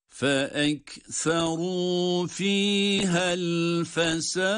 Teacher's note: Sondaki dal harfi yine kalkale harfi hem de ince okunan dal harfidir.